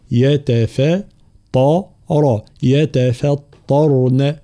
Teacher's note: كلمة يتفطرن، طبعا هنا ترقيق التاء والفاء ثم تفخيم الطاء والراء